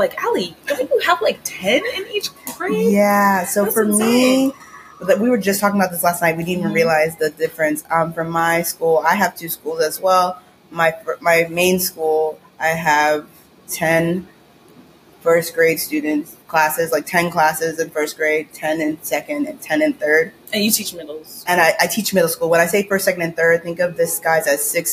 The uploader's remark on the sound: We are sorry about the sound quality! We know the music from the cafe in the background is loud.